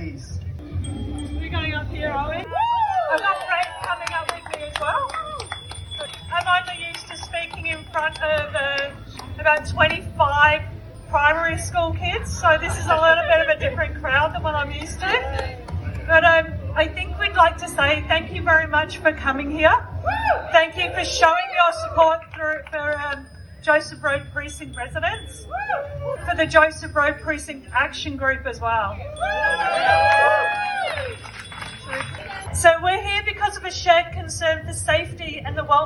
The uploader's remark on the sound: We take a audio journey, riding out west. With Critical Mass, Bike West, Kidical Mass Melbourne, Joseph Road Precinct Action Group, Snuff Puppets, Extinction Rebellion and over two hundred of their best friends. In Melbournes western suburbs.